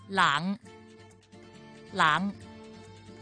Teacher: 而当发 NG 音的时候，舌根部位就要贴住上软腭了。